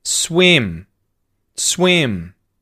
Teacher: It's actually within the word swim. You start high and go low.